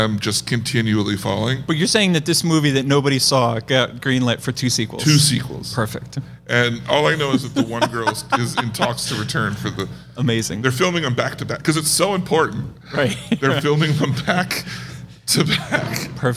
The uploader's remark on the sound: Live From The Red Rose Film Festival. Recording live at the Zoetropolis Cinema Stillhouse.